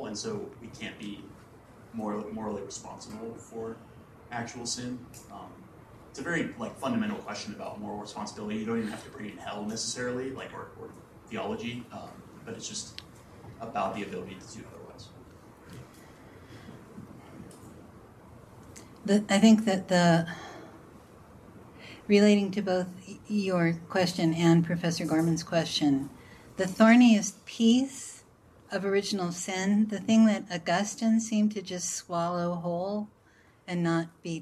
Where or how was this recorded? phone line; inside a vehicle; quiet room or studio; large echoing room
large echoing room